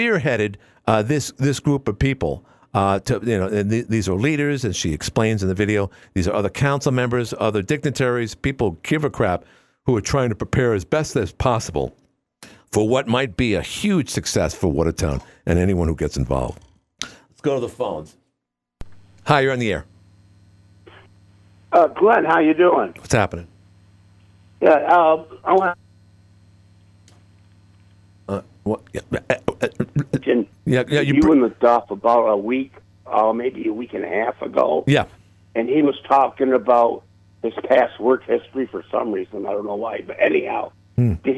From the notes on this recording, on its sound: Called in to defend himself.